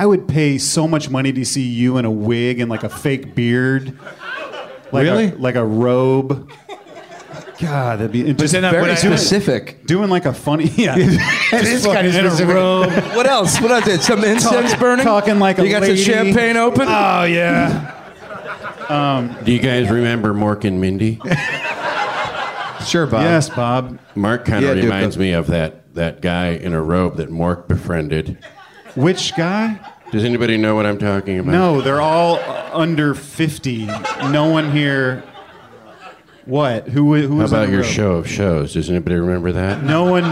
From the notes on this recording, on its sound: Live WTF crowd.